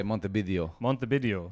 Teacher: So Spanish speakers would pronounce the V as a B.